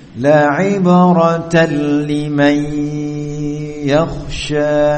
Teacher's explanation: Tanwin itu adalah nun sukun. Nun sukun bertemu dengan lam, maka terjadilah idgham.